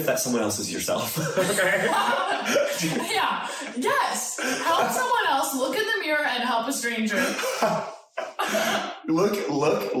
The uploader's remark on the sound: Recorded on an iPhone. This week we accidentally only recorded the audio on an iphone.